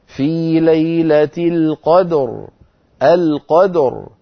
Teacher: طب عند الوقف بالروم ببعض الكسرة إن وقفت عليه بالروم أعامله معاملة الوصل، فأقول في ليلة القدر، القدر فآتي براء صوتها ضعيف ومرققة، بخلاف ما لو وقفت عليها بالسكون فتصير الراء ساكنة وقبلها ساكن وقبله مفتوح إذن مفخمة